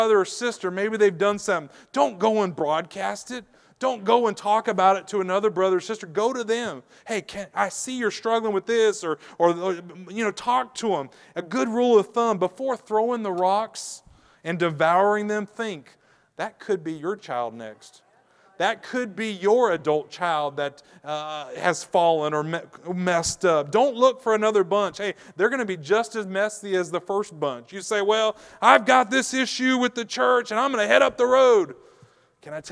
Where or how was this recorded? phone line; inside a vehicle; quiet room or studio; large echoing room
large echoing room